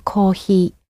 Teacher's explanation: the h sound in コーヒー is somewhere between an H and an F, but it doesn't have any strong sound to it